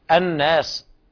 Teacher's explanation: حولنا اللام إلى نون ثم أضغمنا النون في النون. من فوائد الإضغام تخفيف اللفظ لثقل عود اللسان إلى المخرج، فاختار العرب الإضغام للخفة لأن النطق بذلك يكون أسهل.